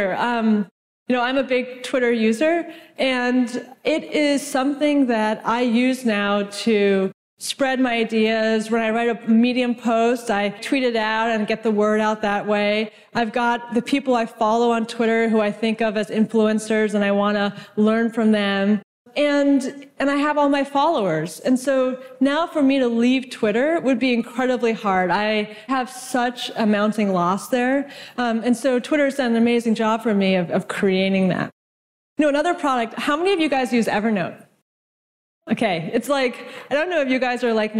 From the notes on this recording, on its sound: from the IRL Traction Conference in Vancouver